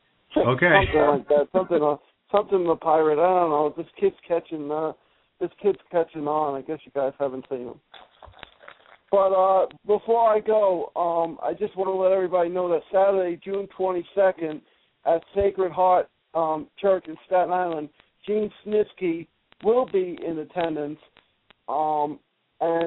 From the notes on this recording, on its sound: of course YOUR phone calls